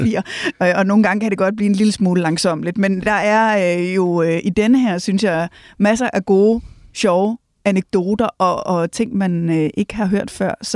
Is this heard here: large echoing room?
no